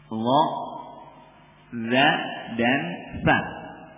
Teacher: Yang kesembilan ini la, zal dan fa. Keluarnya juga dari tarful lisan dengan atraful tanaya. Dari ujung lidah dengan ujung gigi seri.